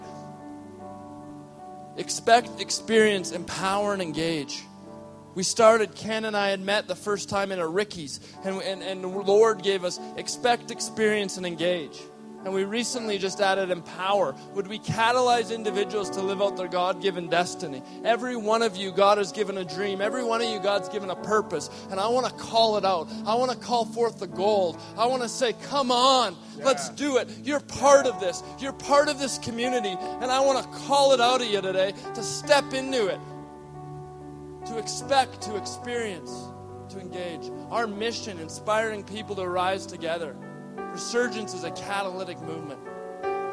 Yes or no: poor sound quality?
no